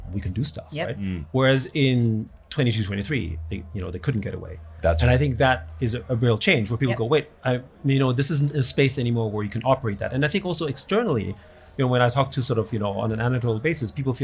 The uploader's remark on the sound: A live recording at The Hub by Casper Labs during the WEF's Annual Meeting at Davos 2024. Davos, Switzerland. They engage in a live podcast session.